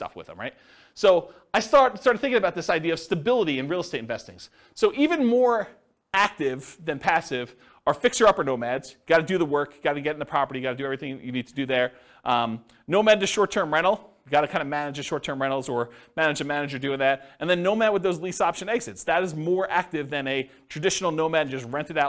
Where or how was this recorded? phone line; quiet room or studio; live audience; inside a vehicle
live audience